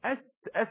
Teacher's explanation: مفيش جهر مفيش حبس في النفس لأن حرف ضعيف · Term: حرف السين